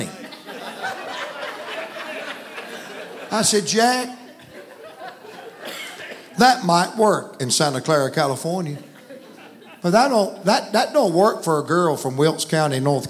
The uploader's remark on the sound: from the pulpit of Calvary Baptist Church